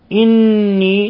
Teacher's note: إني نون مشددة تغن مقدار حركتين